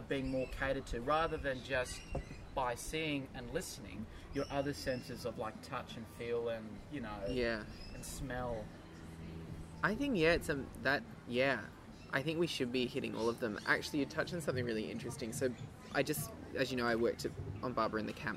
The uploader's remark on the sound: In this special outdoor edition.